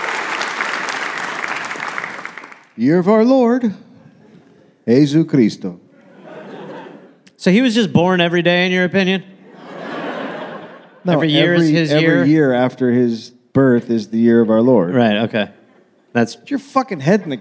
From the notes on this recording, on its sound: Recoded live in Columbus, Ohio.